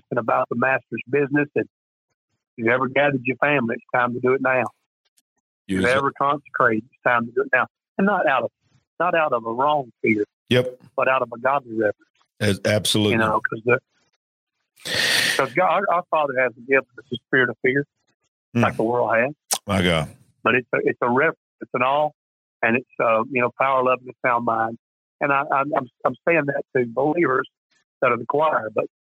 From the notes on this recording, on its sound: Live Call In Show. This is the recording of a live call-in show.